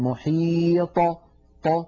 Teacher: فإذا سكنت الطاء اهتزت في مخرجها وخرجت بالتباعد بين طرفي عضو النطق، ولم تخرج بالقرع أو بالتصادم بين طرفي عضو النطق كبقية الحروف الساكنة، فنقول في السكون أطى محيط، ولا نقول محيط هكذا محيط، بل نقول محيط ط، فهكذا نخرجها بالتباعد بين طرفي عضو النطق شديدة مجهورة مستعلية مطبقة. · Term: القلقلة